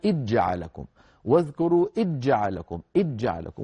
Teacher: من العرب من كان ينطقها هكذا وهو الأصل، لأن الأصل هو إظهار الحروف عند بعضها البعض، هذا هو الأصل. ومن القبائل العربية في زمن النبوة من كان يدغم الذال في الجيم